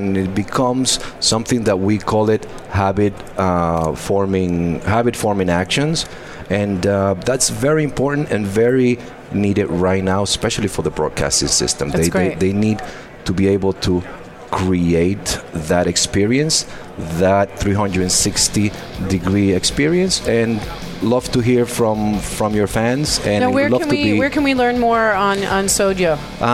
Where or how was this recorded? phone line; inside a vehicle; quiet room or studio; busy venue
busy venue